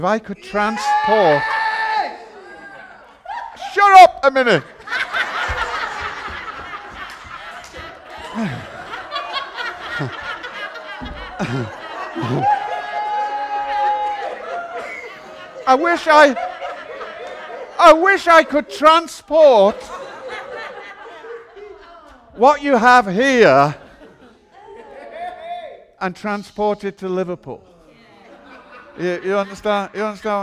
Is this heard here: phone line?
no